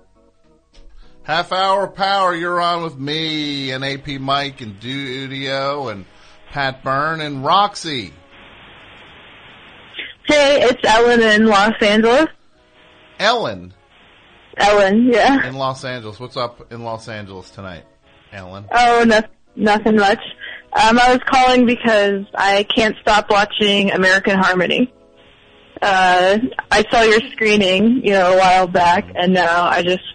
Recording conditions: phone line